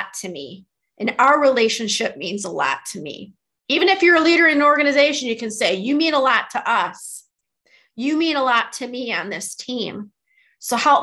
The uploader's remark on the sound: Audio is from our webinar.